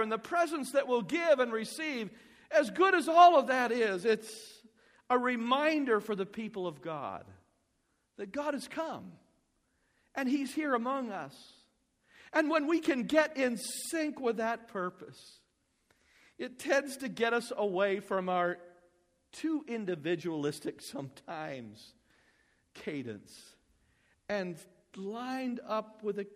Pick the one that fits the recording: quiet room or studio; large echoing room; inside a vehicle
large echoing room